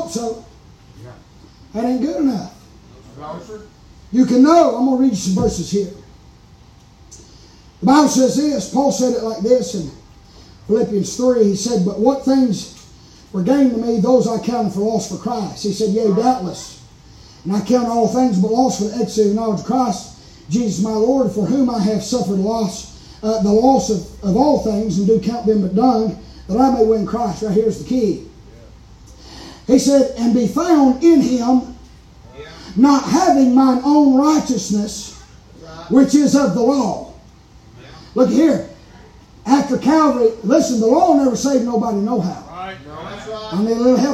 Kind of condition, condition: setting, large echoing room